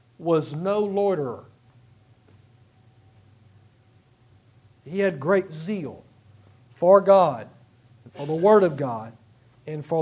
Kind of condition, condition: setting, large echoing room